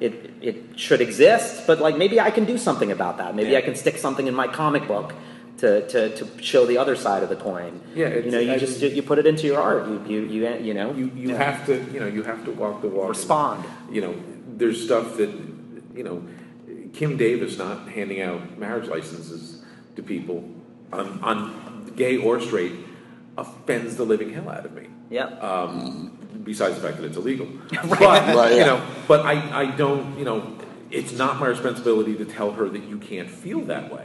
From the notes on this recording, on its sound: LIVE from Baltimore Comic Con! In this episode, we are LIVE from Charm City!